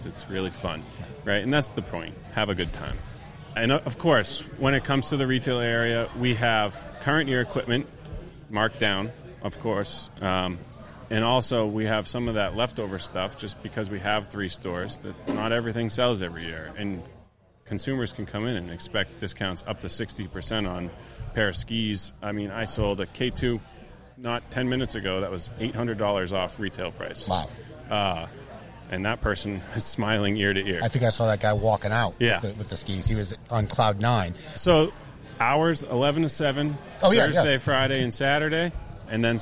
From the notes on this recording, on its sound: Recorded live at the Country Ski Expo.